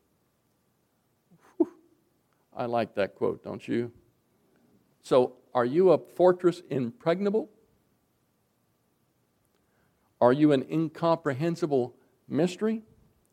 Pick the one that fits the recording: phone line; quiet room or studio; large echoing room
large echoing room